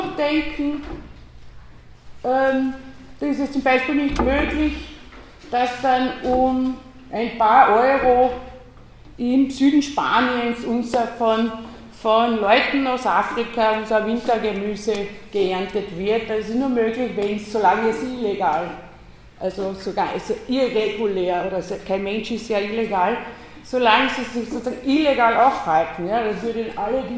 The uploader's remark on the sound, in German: Ringvorlesung im WS 2016 Vortrag